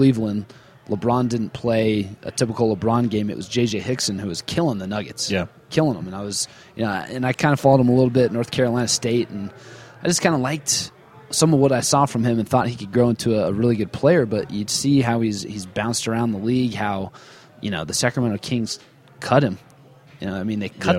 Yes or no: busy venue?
yes